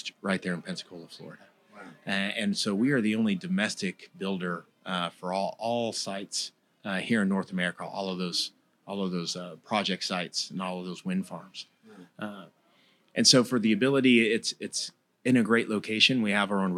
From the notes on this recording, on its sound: Broadcasting live from the heart of downtown Orlando at the illustrious Dr. Amidst the vibrant atmosphere of the summit. Recorded live at the 2023 Make More Manufacturing Summit , hosted at the iconic Dr. Phillips Center for the Performing Arts.